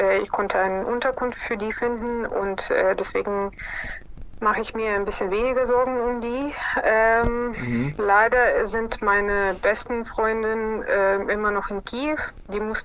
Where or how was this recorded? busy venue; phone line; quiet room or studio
phone line